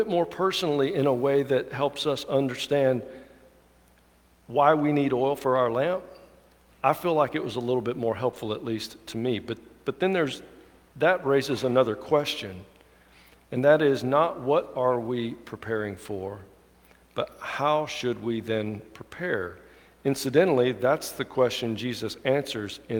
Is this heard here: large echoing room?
yes